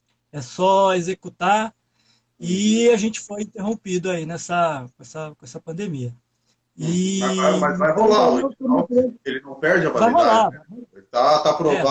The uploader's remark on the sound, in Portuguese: PODCAST extraído da LIVE TEMPO DE APRENDER gravada no instagram